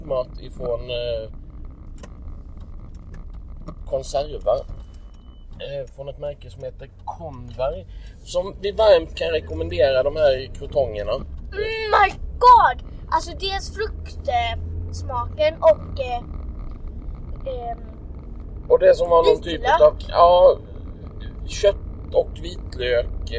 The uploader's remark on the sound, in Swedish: Det blev istället en väldigt dålig inspelning utan någon som helst röd tråd.